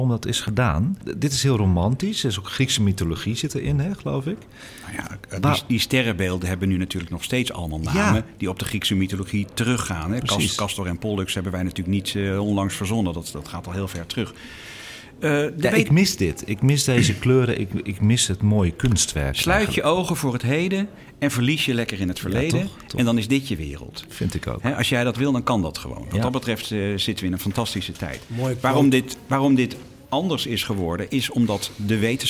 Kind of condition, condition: setting, busy venue